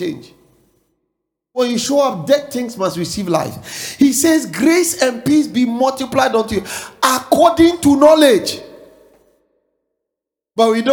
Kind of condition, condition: setting, large echoing room